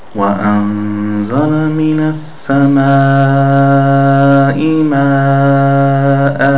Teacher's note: Here there is an alif followed by an hamza, and the rule here is pronouncing it 5 beats. · Term: a very long mud